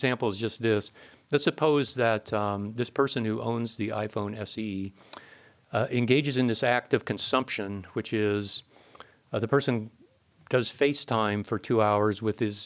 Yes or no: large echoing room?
yes